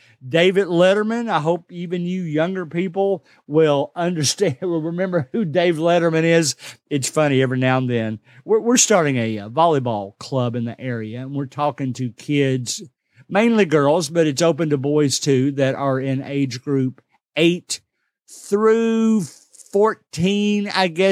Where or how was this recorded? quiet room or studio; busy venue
quiet room or studio